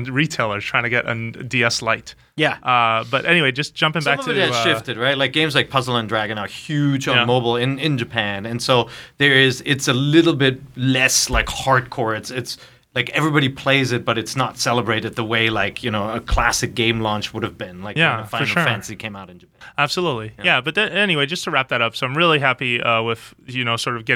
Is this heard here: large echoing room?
no